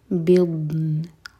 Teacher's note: ضاد زبان کی سائڈ سے لیکن جھٹکا نہ ہو یہ دال نہیں ہے ضاد ہے